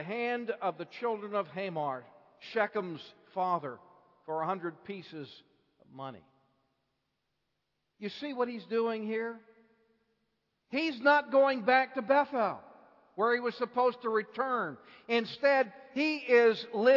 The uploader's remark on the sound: Bible Conference Evening Service